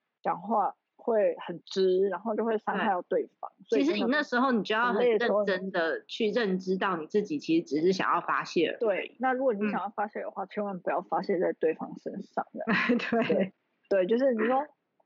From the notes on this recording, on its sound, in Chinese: 這次是我第一次嘗試遠端視訊防疫採訪。爆雨導致網路不太穩定，讓我一直很在意錄音品質，一直無法完美同步，Lag變成有點搶話的狀況，桑心啊….